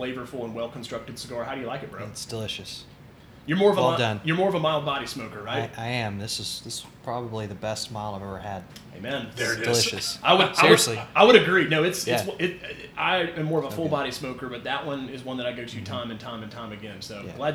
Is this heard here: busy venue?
yes